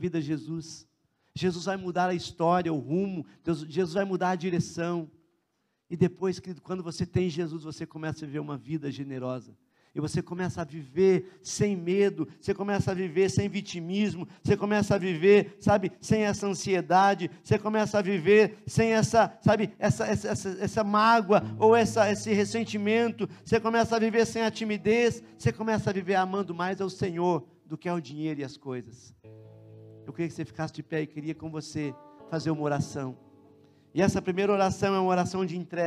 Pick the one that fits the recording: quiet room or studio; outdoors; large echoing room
large echoing room